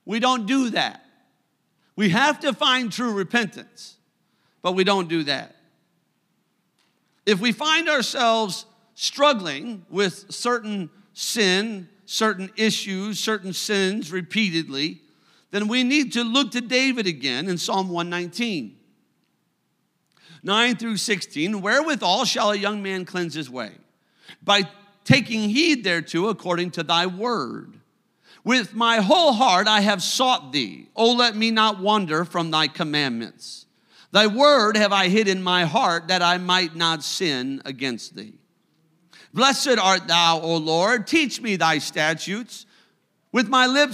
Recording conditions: large echoing room